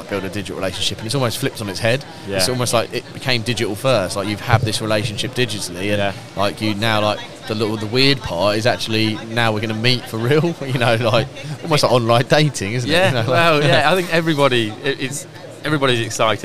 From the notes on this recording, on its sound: episode recorded on site at MACH 2022